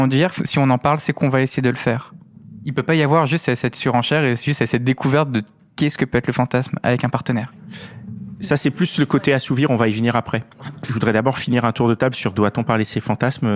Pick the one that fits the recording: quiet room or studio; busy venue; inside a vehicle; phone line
busy venue